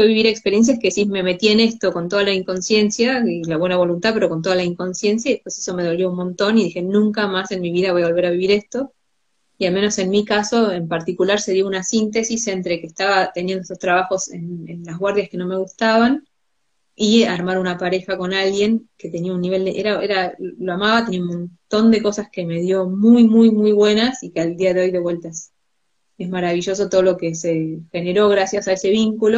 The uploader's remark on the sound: Instagram live